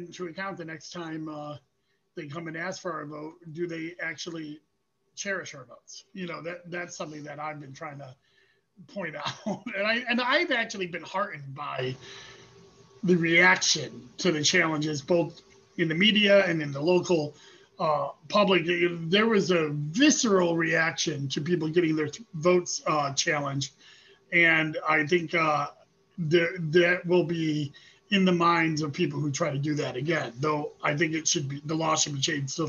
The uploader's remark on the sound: Zoom